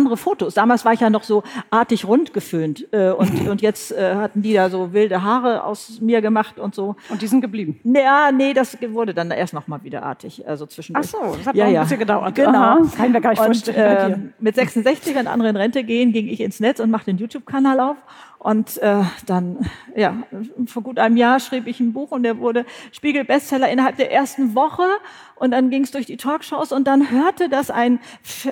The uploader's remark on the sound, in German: Live vor Publikum! Live-Podcast vom BRIGITTE Academy Job-Symposium. Beim großen BRIGITTE Academy Job-Symposium im September 2019 in Mainz war es so weit.